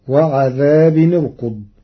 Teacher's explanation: قرأ ورش كلمتي وعذاب نرقد بضم التنوين في حالة الوصل لضم ثالث الفعل في كلمة أرقد.